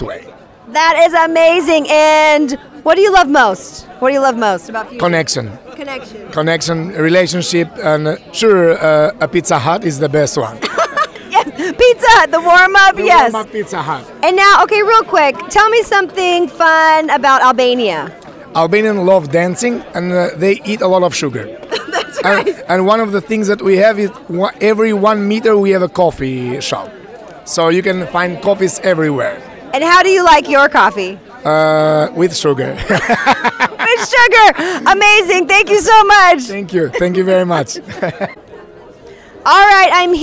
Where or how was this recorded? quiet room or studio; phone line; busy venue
busy venue